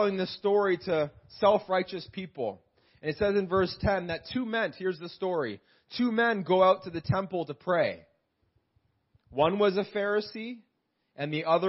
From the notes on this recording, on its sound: This message was preached in July 2018 at Freedom Life Church in Kitchener Ontario.